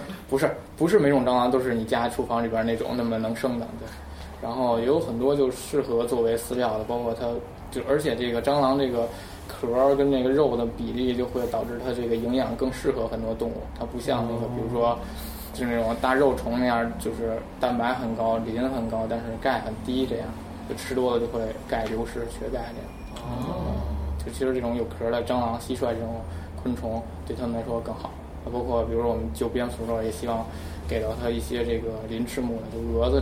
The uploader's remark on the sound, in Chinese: 本期节目为在张大妈办公区用录音笔录制，可能有街道上的杂音，请见谅。